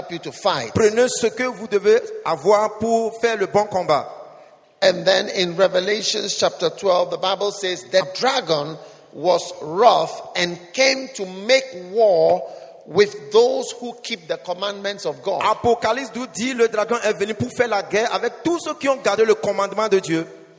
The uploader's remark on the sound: Preached at the iPlus40 conference, Pleasant Place Church, Accra.